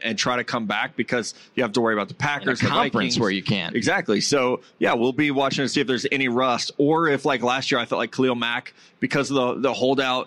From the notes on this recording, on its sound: live at Caesar's Palace in Las Vegas!